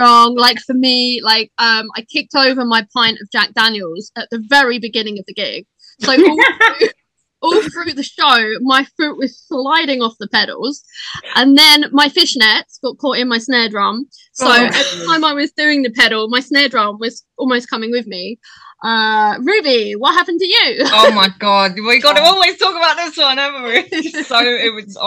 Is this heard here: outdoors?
no